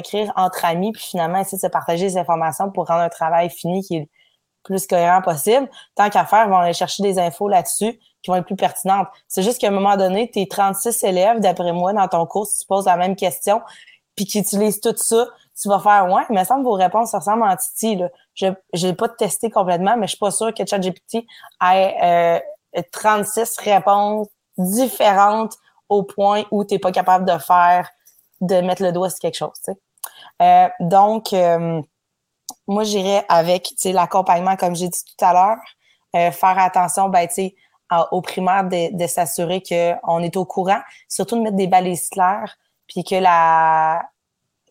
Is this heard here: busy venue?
no